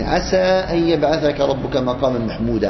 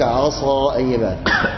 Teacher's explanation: وأيضا فتح في السين عسى أن يبعثك ربك مقاما محمودا، عسى الترجي، والمراد هنا في القرآن الواقع هو الوقوع، بخلاف عصا اللي فيها الإطباق ليس الانفتاح · Shown in: second take